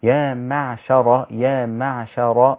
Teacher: الراء بس اللي مفخمة، الشين رقيقة والعين رقيقة والميم رقيقة